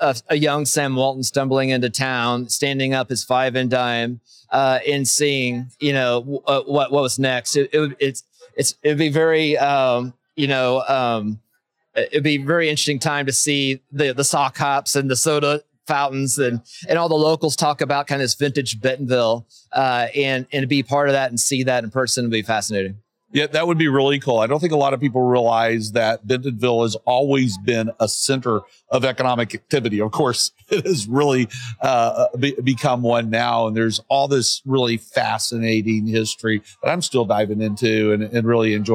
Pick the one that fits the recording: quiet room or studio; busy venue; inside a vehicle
busy venue